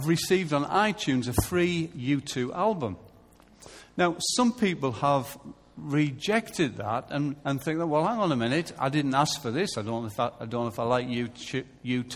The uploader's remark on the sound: Recorded live at Life Church Lancashire on Sunday 21st September 2014.